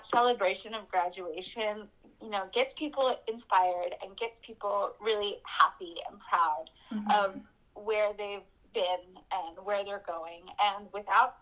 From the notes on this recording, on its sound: The sound quality is due to the nature of the phone call enforced by COVID-19 pre-cautions.